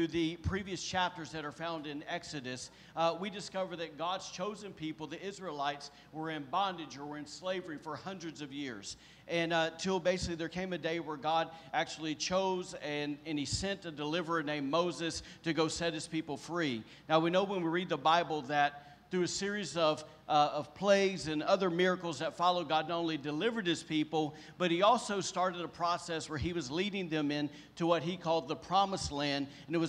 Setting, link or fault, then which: setting, large echoing room